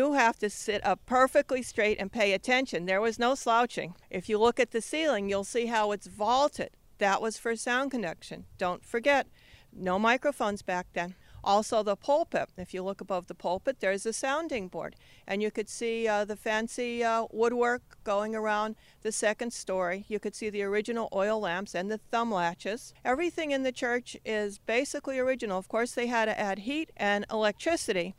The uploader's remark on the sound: Interviews from the #hadenough event held at Geisinger Commonwealth Medical School, bringing together experts and audience members.